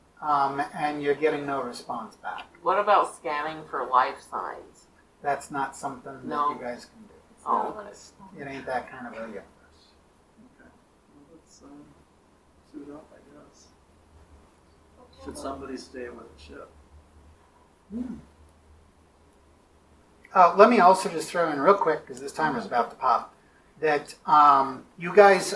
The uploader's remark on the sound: The first two episodes have audio issues as I learned how to record table audio better.